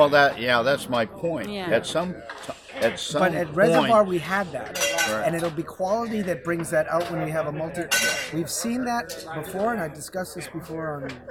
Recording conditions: busy venue